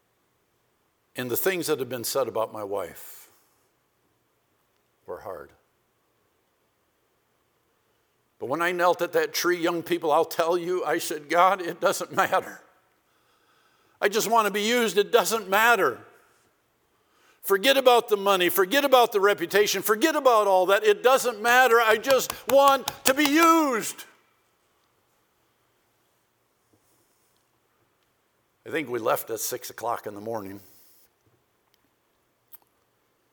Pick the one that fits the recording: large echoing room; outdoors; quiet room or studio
large echoing room